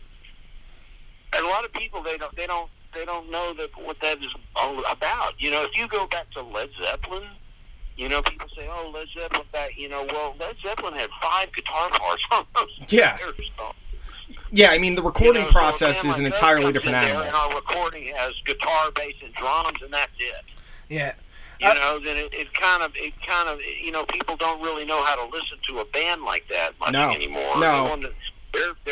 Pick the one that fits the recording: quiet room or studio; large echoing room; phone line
phone line